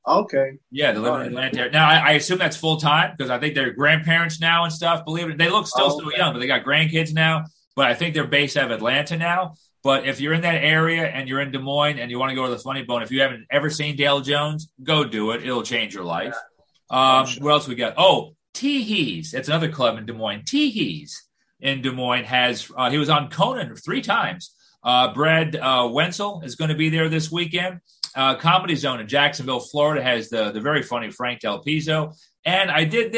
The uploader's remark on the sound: It's our first Zoom episode!